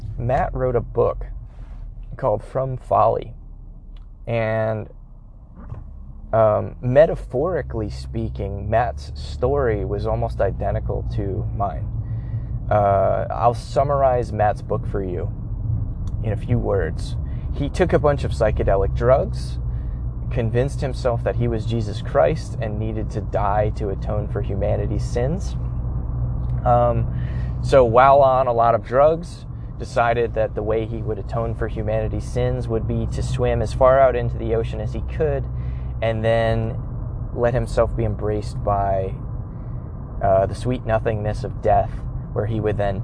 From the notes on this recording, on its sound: I recorded the audio in my car so the quality won't be as good as usual.